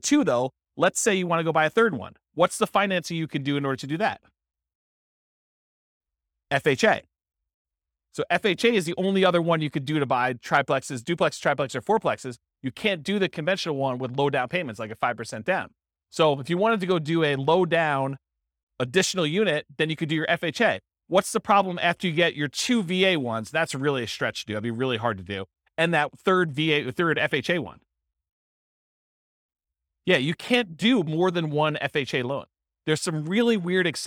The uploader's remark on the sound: This was a live class recorded